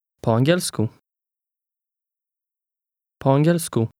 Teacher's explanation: notice that the middle of the word is stressed